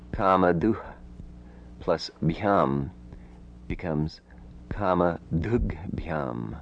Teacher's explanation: Before the ending bhyam, where it's not possible because ba is already aspirated, or su because sa does not have an aspirate form, the aspiration of ha, if possible, will be thrown back to the previous consonant